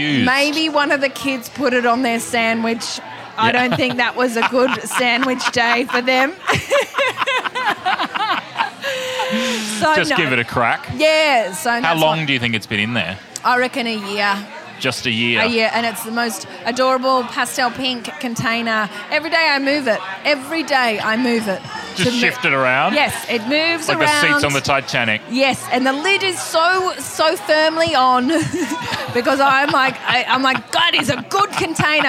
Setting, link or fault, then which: setting, busy venue